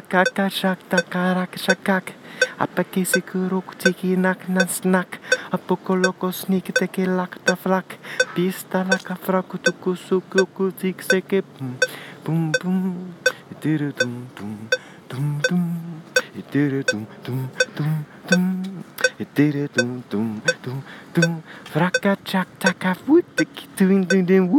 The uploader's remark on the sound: It was recorded walking around Gowanus, Brooklyn, pretending to make a call on my phone with the metronome running.